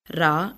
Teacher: இஃது இடையின எழுத்து என்பதால் இடையின ரகரம் என்கிறோம். ரா, நாவின் நுனி மேல் அன்னத்தின் மையப்பகுதியை உரசுவதால் ரகரம் தோன்றுகிறது · Term: வல்லின ரகரம்